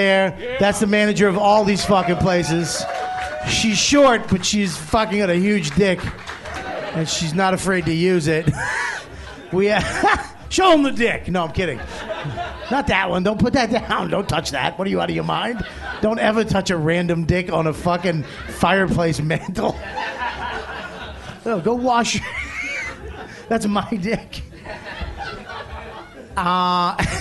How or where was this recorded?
busy venue